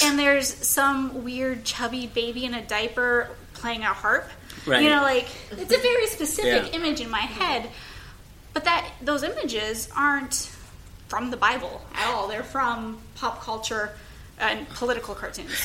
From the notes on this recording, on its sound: Goes Live In Front of a Studio Audience. Took their show on the road to the annual Synod Assembly for the Northwestern Pennsylvania Synod of the Evangelical Lutheran Church in America, at Thiel College in Greenville, Pennsylvania. Recorded with additional friends in the room joining the conversation with topics they were interested. We are thankful for the brave folks who came up to the microphone to share questions and prompt conversation!